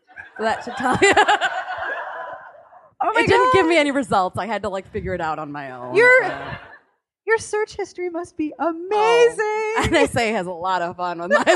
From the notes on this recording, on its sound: Thanks to Politics and Prose on the Wharf, I have the audio of the November 29, 2017, panel